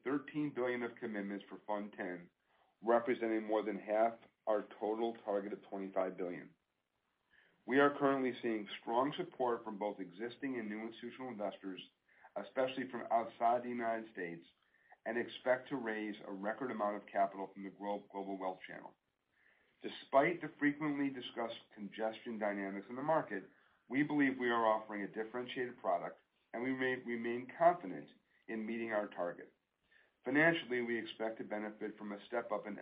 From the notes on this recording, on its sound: Earnings Conference Call.